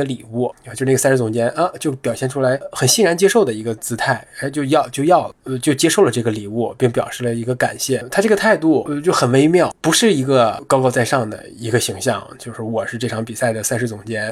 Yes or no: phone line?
no